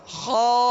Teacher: ہونٹ گول کر کے پور کریں گے نہیں، خوا نہیں پڑھیں گے